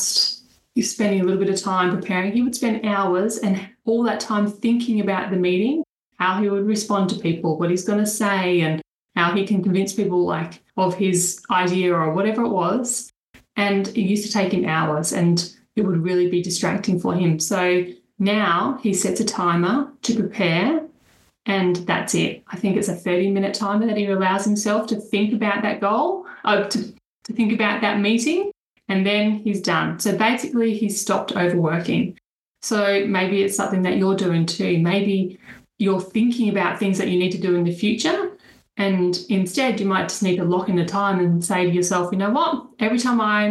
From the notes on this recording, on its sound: An inside listen to the latest Webinar. This recording is the audio extractred from the webinar.